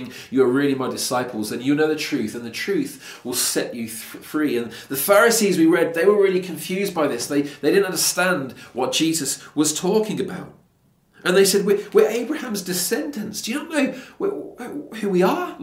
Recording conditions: large echoing room